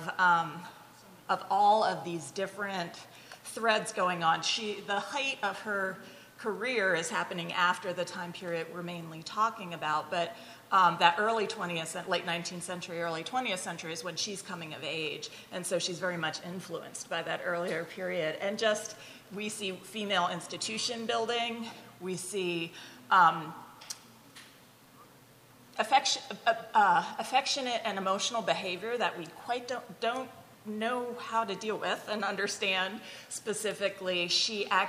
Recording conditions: live audience